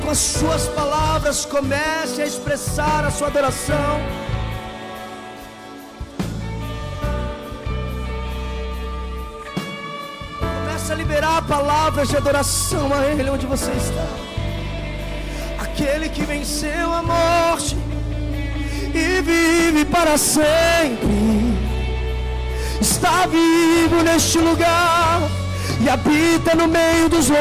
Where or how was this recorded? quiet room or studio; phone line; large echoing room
large echoing room